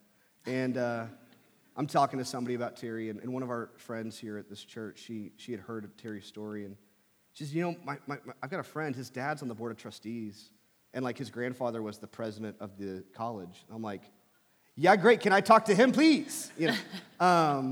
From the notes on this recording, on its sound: from our Thrive service in Asbury Hall